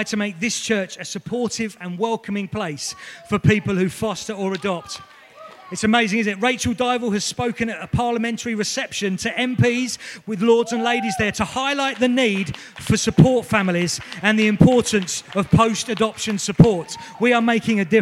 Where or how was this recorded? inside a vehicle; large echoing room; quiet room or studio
large echoing room